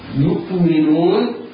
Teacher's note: ننطق ياء مضمومة بعدها همزة مرققة ساكنة ولا نقلقلها، يؤمنون ميم مكسورة نون مضمومة بعدها واو تمد مدا طبيعيا بمقدار حركتين بعدها النون المفتوح.